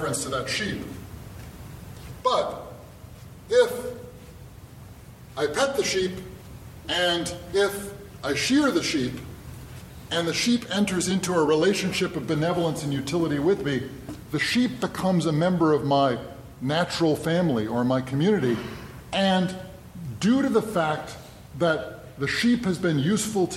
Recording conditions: live audience